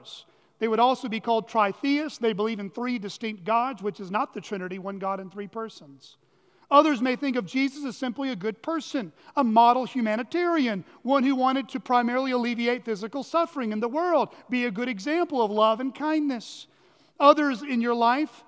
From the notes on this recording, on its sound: at Chaffee Crossing Baptist Church in Barling, AR.